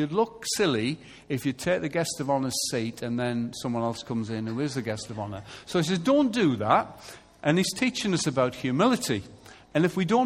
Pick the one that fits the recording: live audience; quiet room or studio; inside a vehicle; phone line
live audience